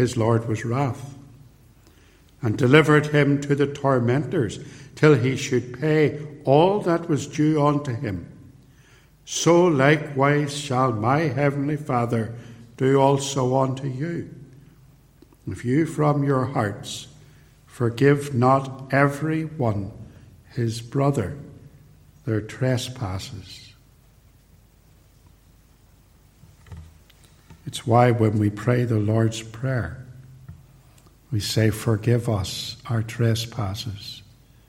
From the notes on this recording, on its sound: recorded at Templepatrick